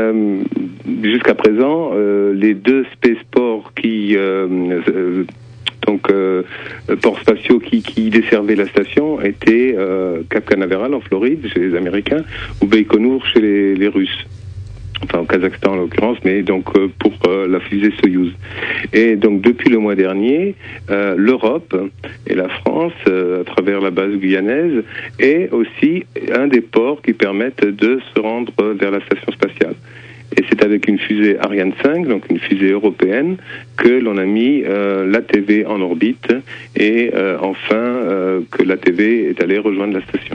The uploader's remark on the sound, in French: (par téléphone)